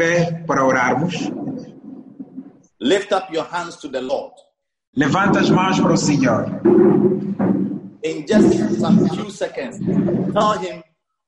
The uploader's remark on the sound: ZOOM PROPHETIC EXPERIENCE SERVICE